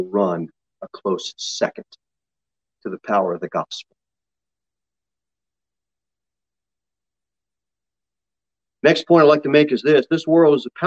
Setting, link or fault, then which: setting, large echoing room